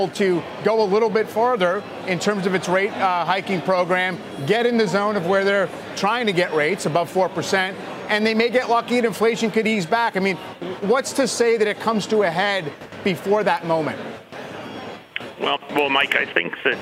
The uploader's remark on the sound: live from the New York Stock Exchange